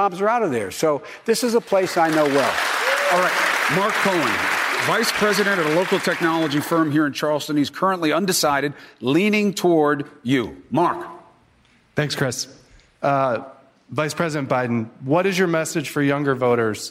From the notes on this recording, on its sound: during a live town hall